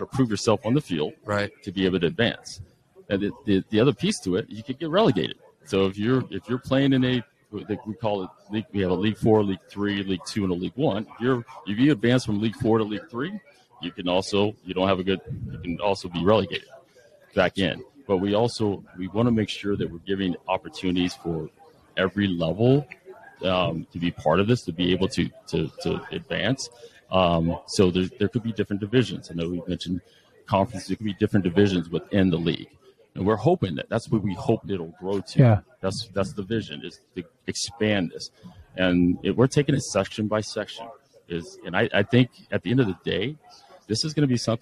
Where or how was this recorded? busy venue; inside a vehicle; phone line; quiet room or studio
busy venue